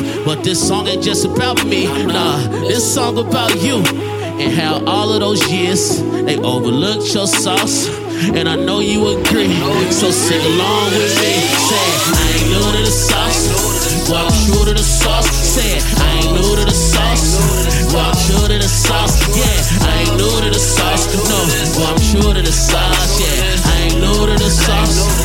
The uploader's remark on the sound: performs LIVE from The RINO in NKC!